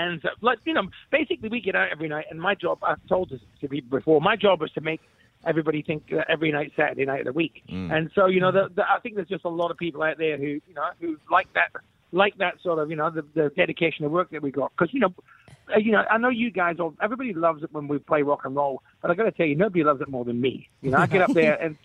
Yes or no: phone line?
yes